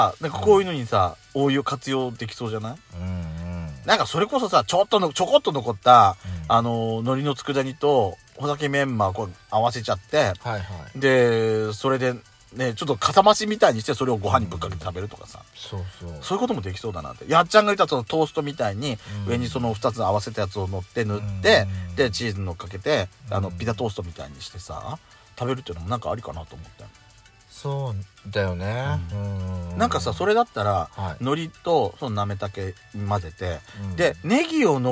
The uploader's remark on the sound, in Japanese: 2人組。パーキング収録。